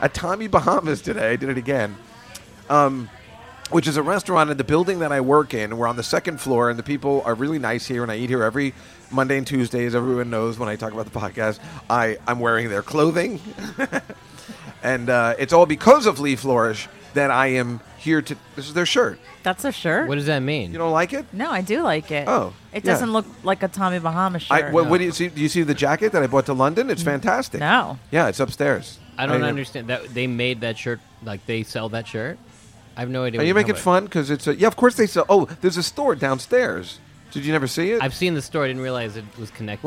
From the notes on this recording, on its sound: Live from Tommy Bahamas. Taped at Tommy Bahama’s Restaurant in Times Square, New York City on October 8, 2016. Friends and family gather around to talk comedy, nonsense, news and politics on this milestone podcast.